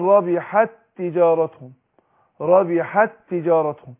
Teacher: يدغم الحرف الاول في الثاني، زي ما اقول ربحت تجارتهم، ربحت تجارتهم، يبقى هنا التائين ورا بعض، ادغمنا التاء بتاعت ربحت في التاء الثانيه بتاعت تجارتهم، بقى التاء واحده · Term: الادغام